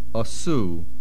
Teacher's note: Asu, the main accent is on the last syllable.